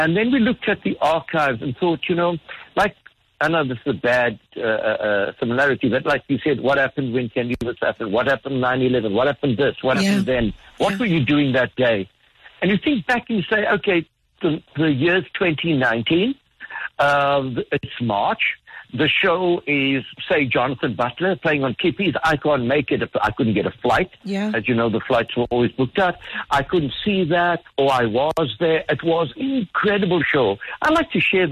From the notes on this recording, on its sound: Joined on the line.